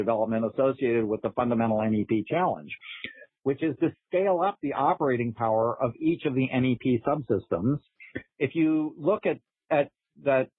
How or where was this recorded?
phone line